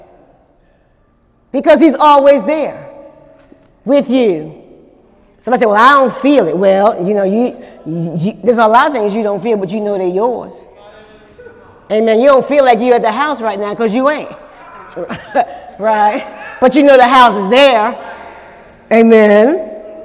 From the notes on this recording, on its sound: During Sunday morning service on February 25, 2018